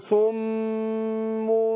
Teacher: الميم المشدده بتبقى فيها ايه اطباق زي ما بيقول ايه بتكون واضحه في الايه صم. فانا بجيب الميم الاولانيه مشدده بنطق ميمين والاثنين قلنا حركتين بس الفرق بينهم هو ان الميم الاولى بتخرج من طباق الشفتين والثانيه بتخرج من انفتاح يسير